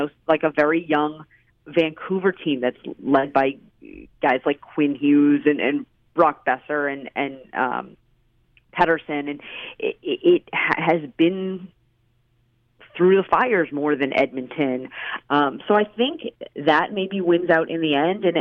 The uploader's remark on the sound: hops on the line from Vancouver